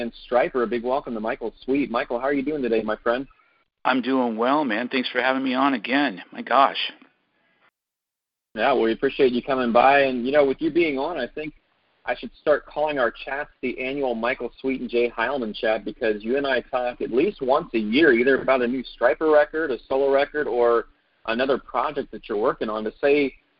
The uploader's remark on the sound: CALL IN LINE